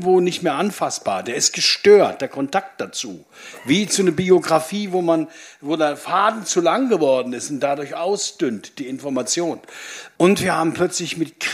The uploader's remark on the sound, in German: Meinen Podcast gibt es erstmals mit mehreren Gesprächspartnern und „on stage“ vor Publikum. Schwarz hören und sehen“ war also angesagt im „Theater am Rand“ im Oderbruch im Land Brandenburg.